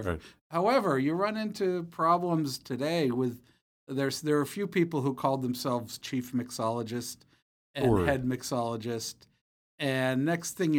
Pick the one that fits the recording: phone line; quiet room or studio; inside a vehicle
quiet room or studio